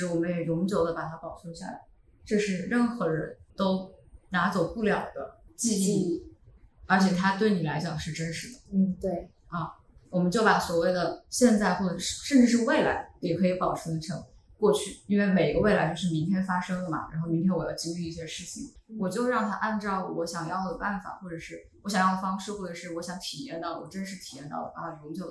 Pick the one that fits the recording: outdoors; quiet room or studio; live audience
live audience